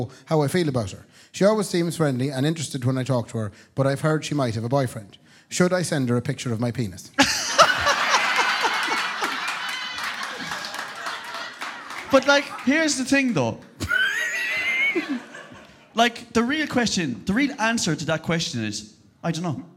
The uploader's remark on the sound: live at Anderson’s Tremendous Events Centre